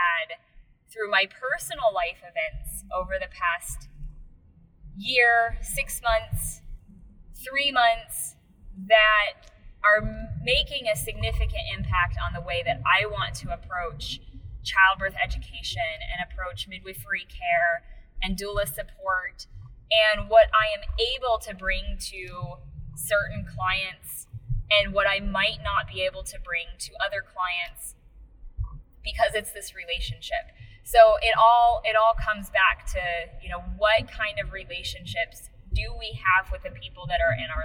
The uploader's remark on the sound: Car trips between prenatals can be inspirational, but funky on the audio quality.